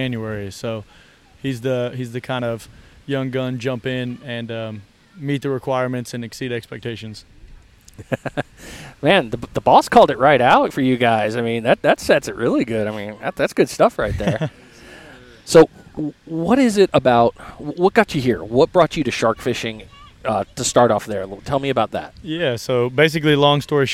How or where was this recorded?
outdoors